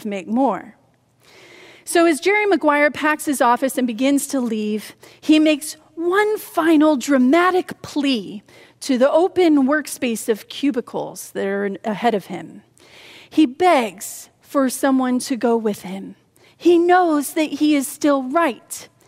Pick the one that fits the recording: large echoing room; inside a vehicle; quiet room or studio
large echoing room